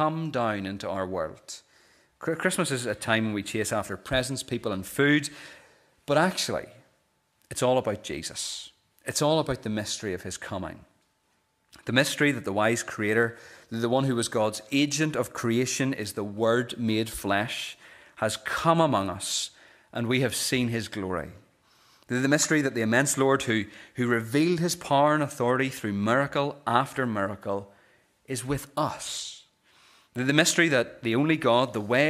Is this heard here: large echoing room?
yes